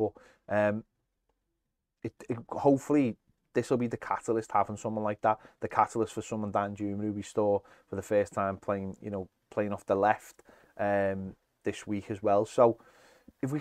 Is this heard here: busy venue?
no